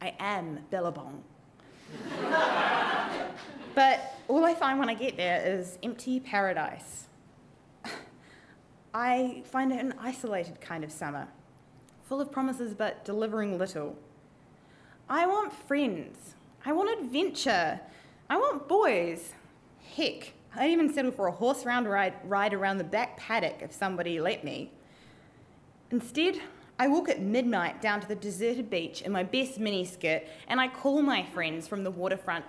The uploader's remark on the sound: AUCKLAND ISSUE. In front of a live audience.